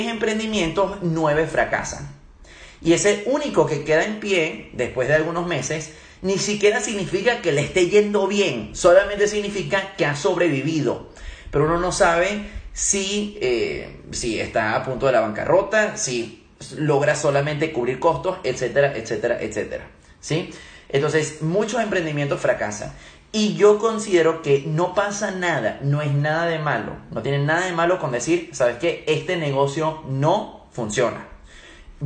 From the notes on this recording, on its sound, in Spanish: Primera sesión de preguntas y respuestas realizada por Instagram Live